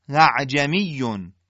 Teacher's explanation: یه حالتی بین همزه و الف مدی ادا میشه، ولی همزه اول با همون حالت تحقیق همزه و نبر ادا میشه · راه عملی تسهیل همزه اینه که پس از تلفظ همزه اول در اون کلمه اعجمیون همزه دوم رو شل و بدون تیزی ادا بکنیم، یعنی در همزه تسهیل شده اعجمیون فقط صدای حرکت همزه است که به گوش میرسه